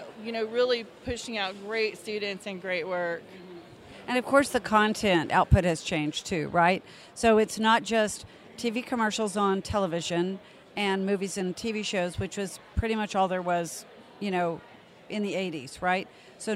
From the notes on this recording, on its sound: before the start of the 2019 TXMPA IMPACT awards